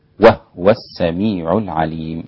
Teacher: فيسكنون الهاء وهي لغة عند العرب · Term: الإسكان